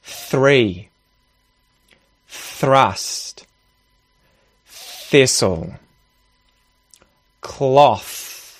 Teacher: there's no sound coming through the throat. You should feel no vibration here. It's just air. · Term: The unvoiced one